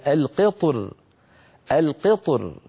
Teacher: كما ذكرت في مصر بعض العرب كان يفخم الراء مراعاة لحرف الاستعلاء الملاصق للراء فيقول القطر، وبعض العرب كان يرققها من أجل الكسرة التي قبل الطاء فيقول القطر.